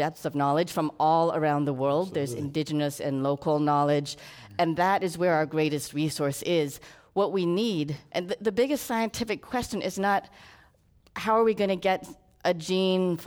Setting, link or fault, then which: setting, live audience